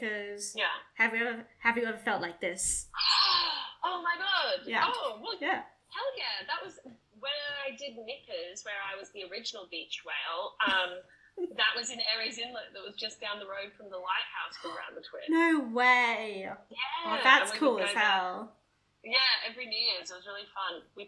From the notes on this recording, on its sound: Sorry for the not so optimal sound quality.